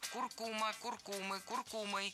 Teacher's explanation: Куркума, куркумой, куркумы – это неверно. Название этой пряности и растения имеет ударение на втором слоге – куркума. И при склонении это ударение не меняем.